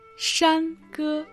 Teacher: А «гэ» означает «песня», произносится в первом тоне.